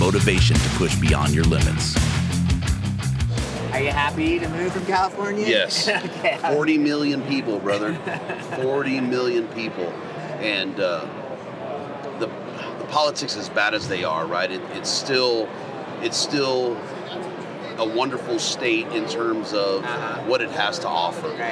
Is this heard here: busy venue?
yes